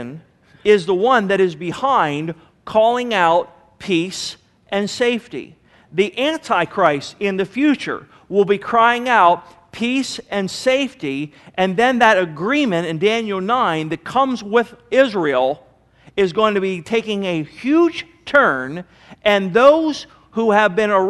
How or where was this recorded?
large echoing room